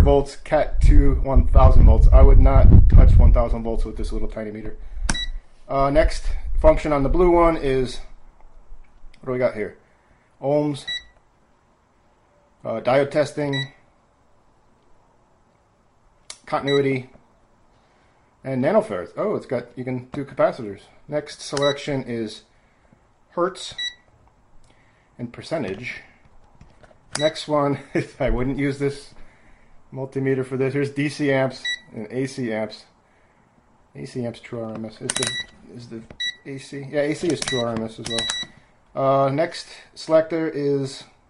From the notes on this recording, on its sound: I recorded next to an open window on a gusty day.